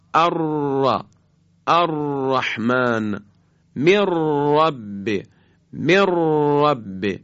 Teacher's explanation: از قطع و وصل خیلی سریع نوک زبان با برجستگی عقب لثه دندان‌های صنایعی بالا هست که البته همراه با ارتعاش تارهای صوتیه، که لذا این بارها سری وقتی تکرار میشه میگن صفت تکریر داره، صفت تکریر به این خاطر میگیم. · Term: حرف را